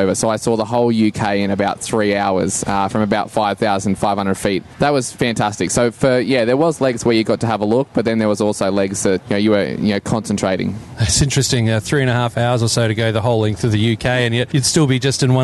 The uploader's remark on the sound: At the recent AusFly event. To record a quick chat.